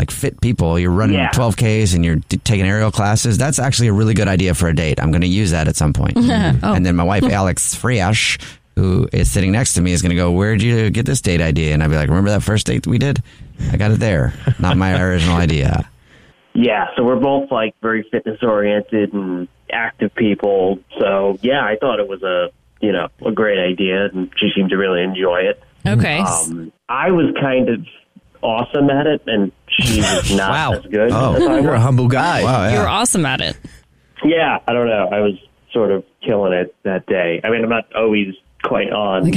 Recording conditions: phone line